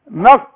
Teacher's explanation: القاف اقفل هنا الهوى، اقول شوف نق، شوف قفلت الهوى، وبعدين اسرب شوية هوى هتطلع قلقلة القاف